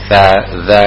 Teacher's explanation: Za, za itu istifal di bawah. Artinya posisi lidah itu tidak naik